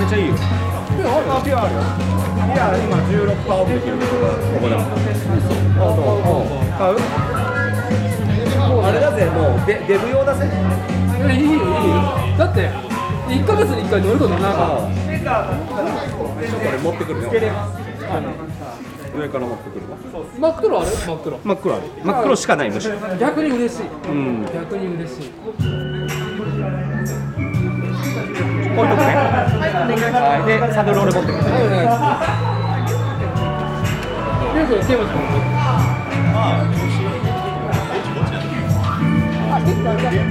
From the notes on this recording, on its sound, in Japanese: 屋外収録「Circles 16th Anniv. Party」。